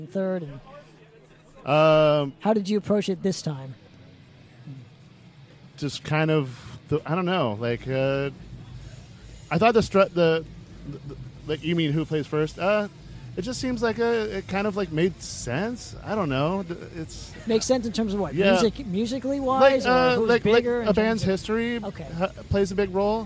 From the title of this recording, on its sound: Live at SD Metal Swap Meet